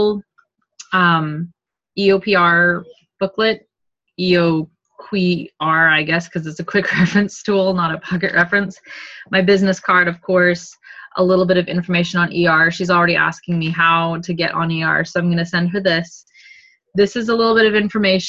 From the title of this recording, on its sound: Second oldest Zoom call we recorded